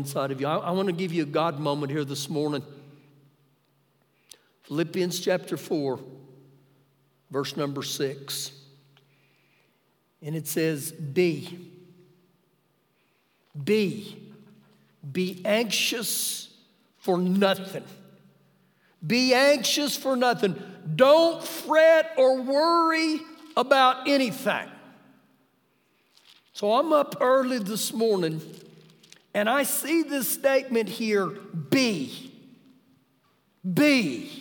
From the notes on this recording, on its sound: Ecorded live during our Wednesday night service.